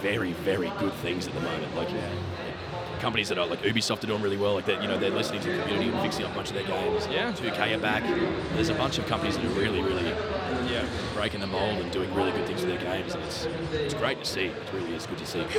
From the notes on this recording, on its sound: Live from PAX 2019. Coming at you live from the PAX show floor.